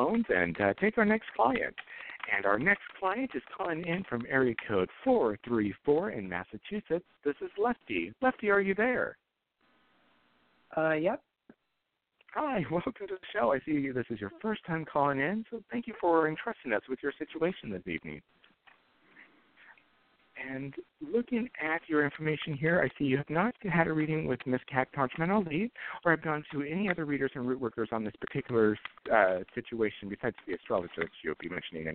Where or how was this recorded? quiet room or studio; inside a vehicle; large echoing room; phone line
phone line